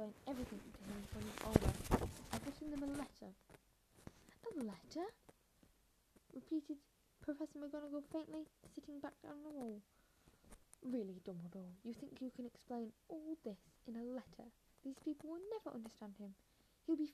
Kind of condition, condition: fault, background noise